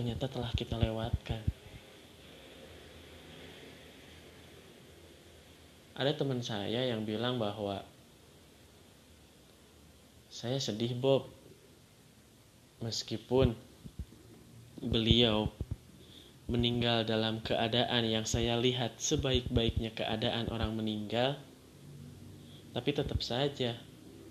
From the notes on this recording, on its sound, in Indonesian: kalau kualitas suaranya ga sebagus sebelumnya, maaf ya